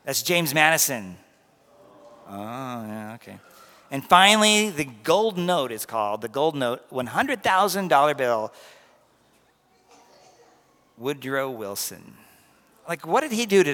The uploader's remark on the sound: This was recorded at the 11:15am Mass due to partial audio loss during the live stream at 9:30am.